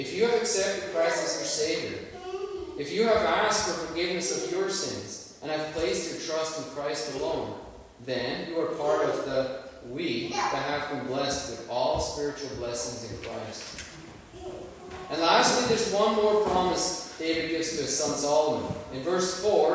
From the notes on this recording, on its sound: Worship Service. Sorry for the poor sound quality.